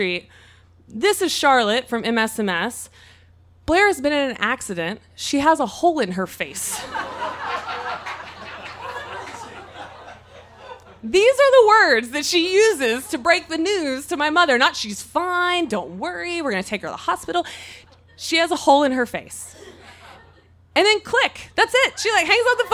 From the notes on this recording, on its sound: Recorded live on 8 March at Tiger!Tiger! Tavern in San Diego, California and the theme for the evening was "OUCH!".